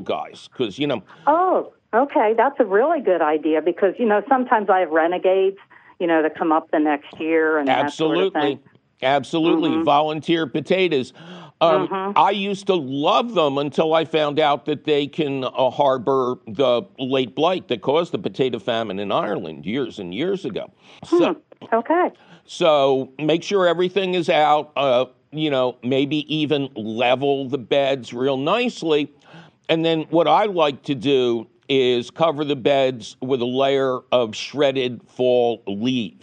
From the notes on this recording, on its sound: your fabulous phone calls!